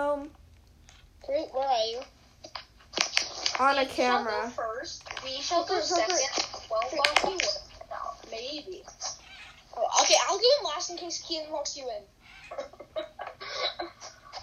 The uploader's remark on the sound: HEADPHONE WARNING